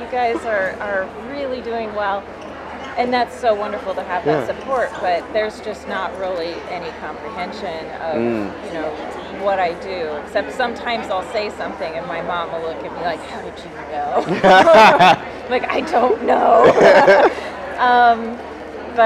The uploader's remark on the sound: We continue our chat with some very interesting vendors at the Emerald Spiral Expo in Kent, Washington.